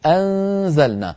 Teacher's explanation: لما تقول أنزلنا انتقل من الهمزة المفتوحة إلى مخرج الزاي مباشرة، فيبقى من النون غنتها ويظهر من الفم صويت ضعيف هكذا الآن أنا لما أنطق الغنة لساني رأس لساني على مخرج حرف الزاي بحيث لما أصل إلى حرف الزاي أجد فمي مهيئا على مخرج الزاي. · Term: إخفاء